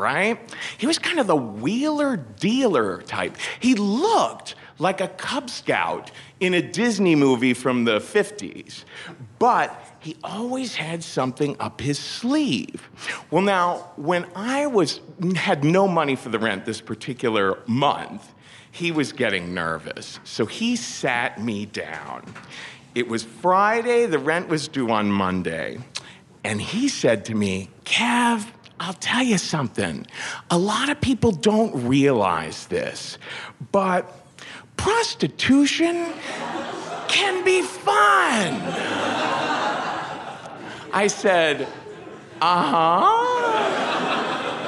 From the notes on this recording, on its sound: Featuring a live story. In New York City.